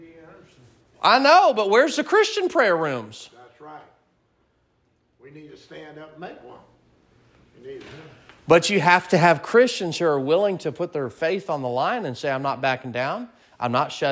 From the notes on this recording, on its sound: Sermon preached at Mid County Baptist Church